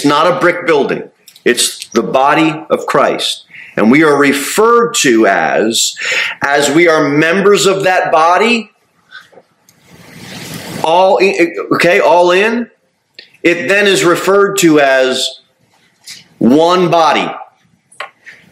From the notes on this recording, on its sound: Sermon delivered at Pilgrim Baptist Church on Thursday, September 28, 2023, at 6-15 pm. Jere Whitson Rd. Cookeville, TN 38501.